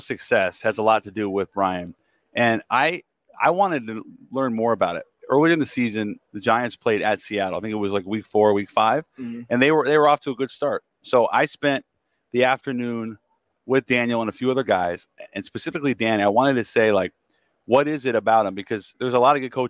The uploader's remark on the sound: LIVE FROM MEDIA ROW AT THE SUPER BOWL.